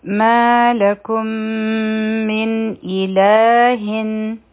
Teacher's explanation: من مخکې همزه راغی نو دلته کې به مونږه اظهار کوو